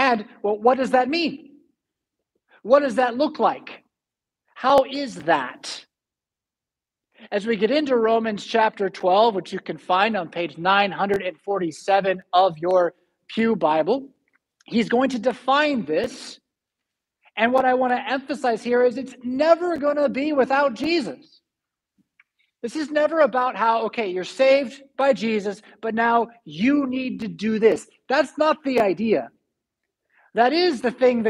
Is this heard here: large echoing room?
yes